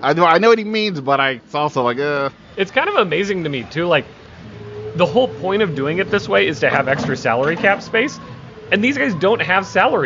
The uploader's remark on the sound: live from the NFL league meetings in Phoenix